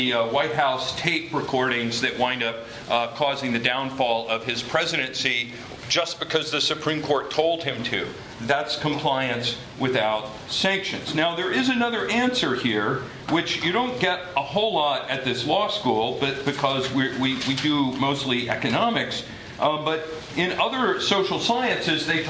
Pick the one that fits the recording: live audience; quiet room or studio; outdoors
live audience